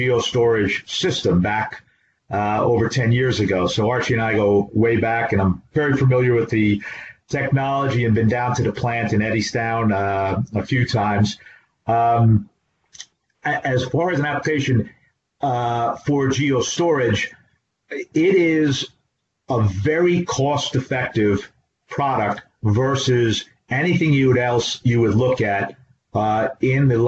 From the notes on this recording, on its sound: This is an audio version of the FGI webinar.